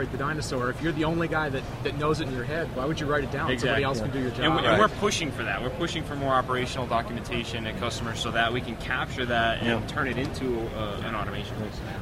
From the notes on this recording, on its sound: Live from VMworld 2011